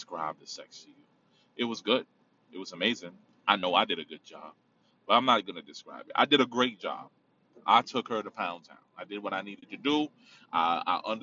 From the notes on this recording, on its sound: In the car. Driving.